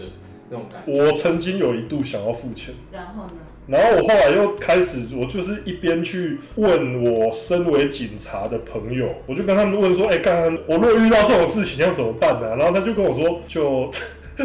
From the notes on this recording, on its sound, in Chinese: 早期節目錄音品質不佳，敬請見諒。